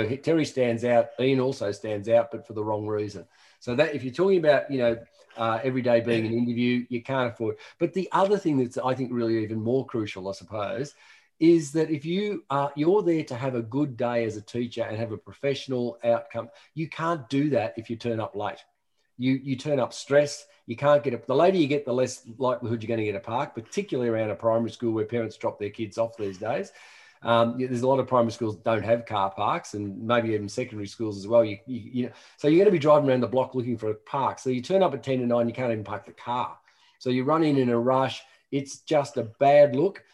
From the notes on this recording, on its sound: This episode is a recording of a live webinar in January 2021.